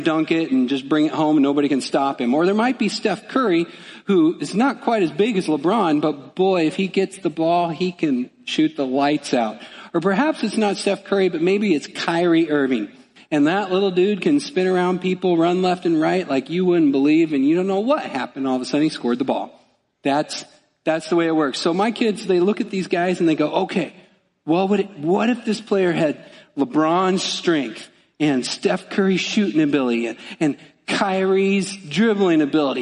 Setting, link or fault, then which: setting, large echoing room